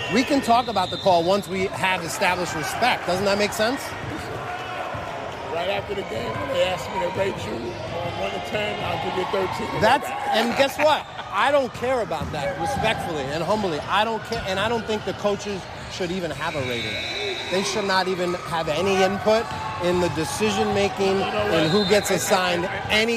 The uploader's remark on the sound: LIVE FROM: House of Sports. Featuring instant on-court reactions from the officials.